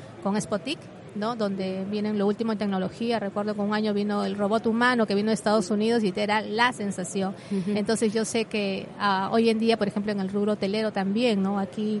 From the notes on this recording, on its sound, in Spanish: Episodio especial grabado desde el espacio FITUR Know Know SEGITTUR en FITUR 2023, cedido por Radio Viajera.